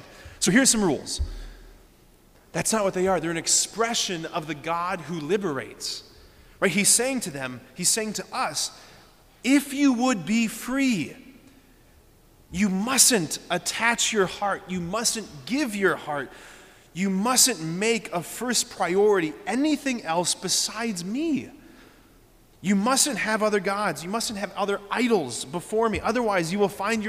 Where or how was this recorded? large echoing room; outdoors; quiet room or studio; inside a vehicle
large echoing room